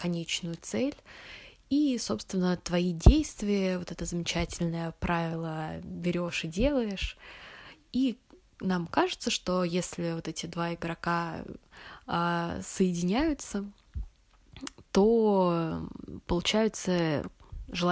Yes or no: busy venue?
no